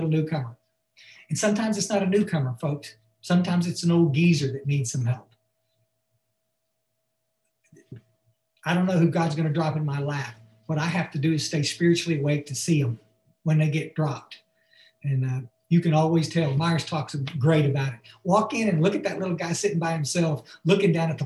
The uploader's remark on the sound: Barnsley UK Zoom meeting on 5-19-2021